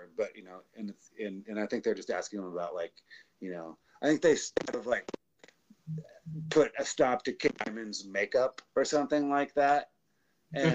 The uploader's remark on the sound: Unfortunately we deal with some more technical difficulties In this episode, as we still try and get used to working our audio with the Livestreams. Microphone is working fine.